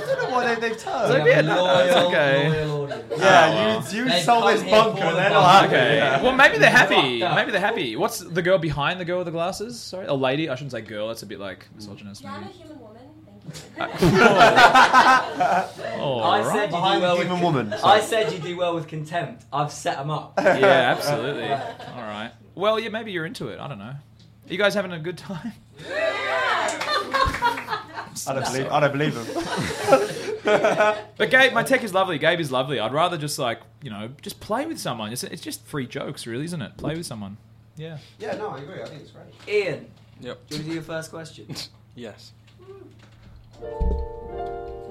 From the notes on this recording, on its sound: This episode was recorded at 52 Canoes, Edinburgh. As part of PBH's Free Fringe.